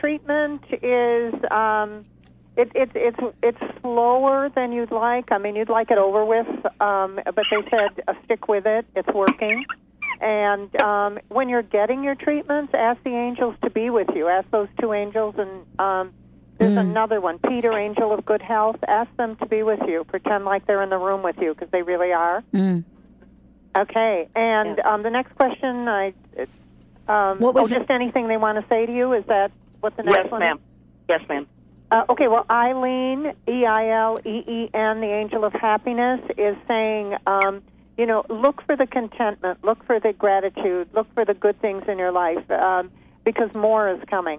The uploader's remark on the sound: taking your calls